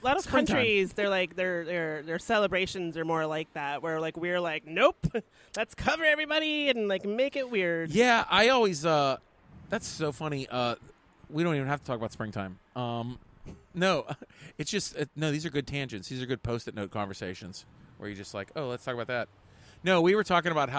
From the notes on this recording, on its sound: On the porch to enjoy the spring weather, the kids playing outside.